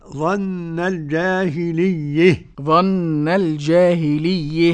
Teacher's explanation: يبقى إمالة هاء التأنيث وما قبلها